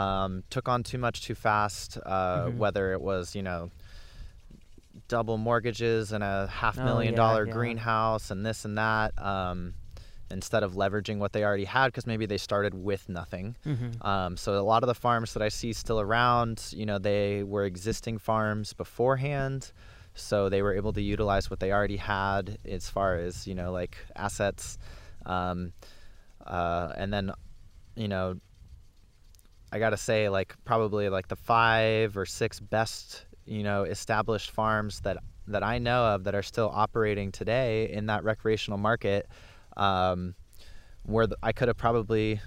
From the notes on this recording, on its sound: In this behind-the-scenes (BTS) episode recorded in the summer of 2019. At his hemp farm in Southern Oregon.